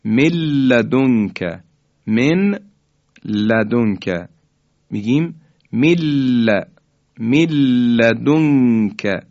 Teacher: در اینجا دیگه نون ساکن کاملا از بین رفته، مدغم در اینجا نون ساکن، مدغمون فیه حرف لام هست. · Term: ادغام تام